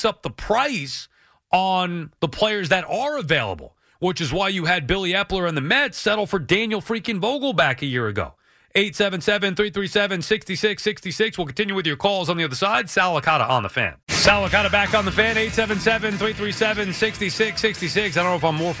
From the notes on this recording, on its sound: Plus, your phone calls and much more.